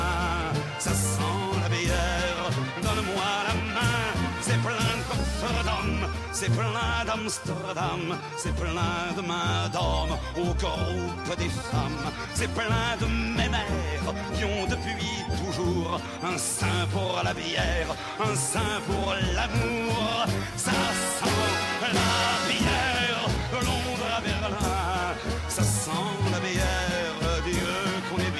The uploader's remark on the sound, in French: À La Bouquinerie, l’émission littéraire de Radio Campus Paris, nous avons trouvé refuge dans le Festival Livres en Tête de l’association Les Livreurs. Un festival qui donne la part belle aux lectures à haute voix et nous accueille depuis 3 ans, déjà.